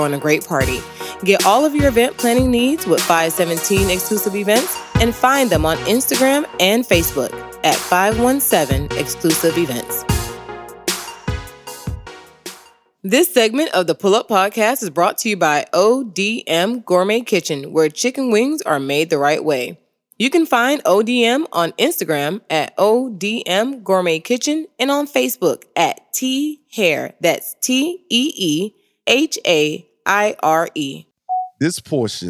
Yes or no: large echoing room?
no